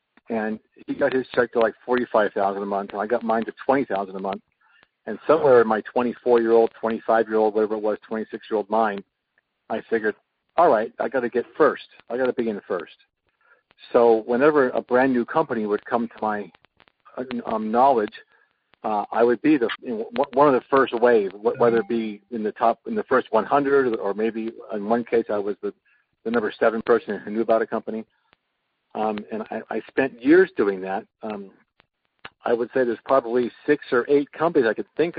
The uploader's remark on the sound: an archive of weekly conference calls